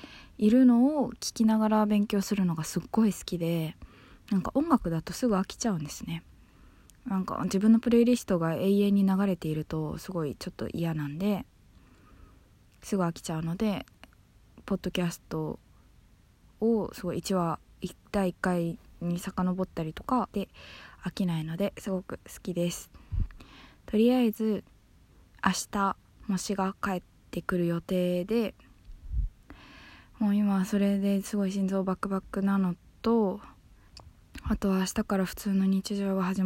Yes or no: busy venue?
no